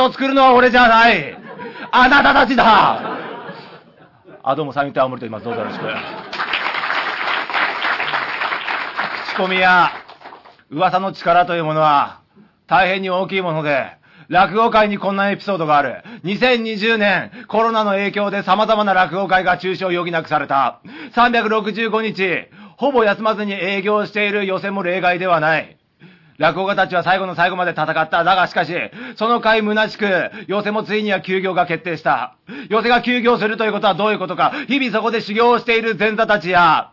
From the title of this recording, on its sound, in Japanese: 渋谷らくご」にて収録